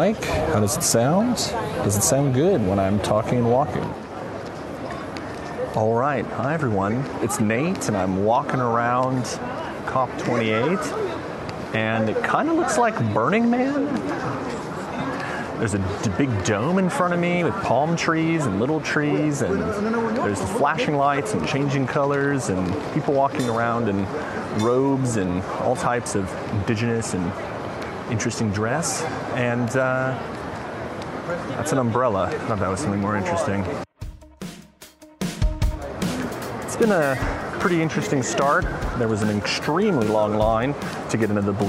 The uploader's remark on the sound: Live from COP28. Live from Dubai! He jump-starts this new season by going to COP 28, what might be the most important climate negotiations ever…or not.